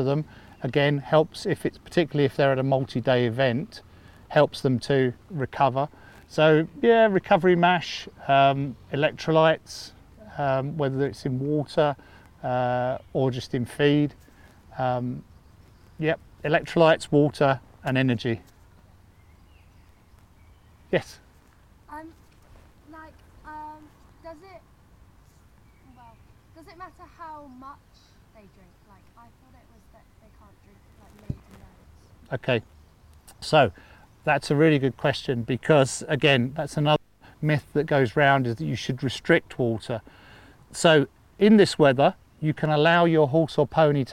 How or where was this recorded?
outdoors